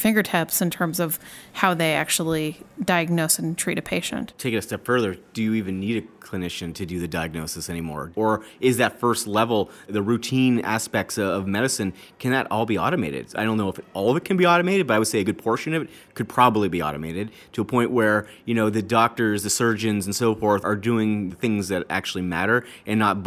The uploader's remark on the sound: joins us live from Intel AI Day in San Francisco